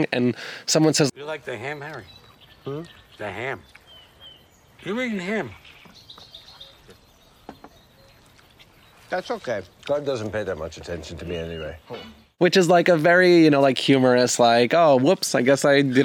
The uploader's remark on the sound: head outdoors for a special in-person recording